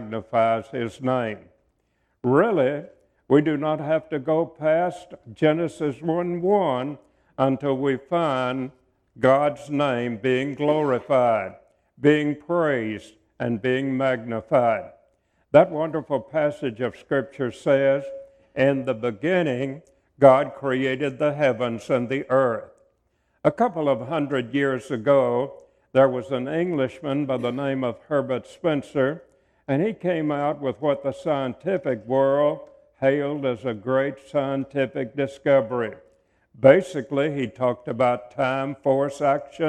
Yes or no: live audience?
yes